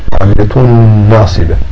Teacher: هذا إدغام التنوين في النون، إدغام التام